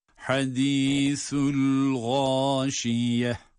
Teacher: kapalı ta harfleri duruş halinde ha sesiyle okunmaktadır. Onun için hadisul gâşiye diye okunmakta.